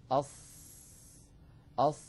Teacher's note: تجدون بأن الصوت قد انحصر بين اللسان وسقف الحلق والحنك · Term: الإطباق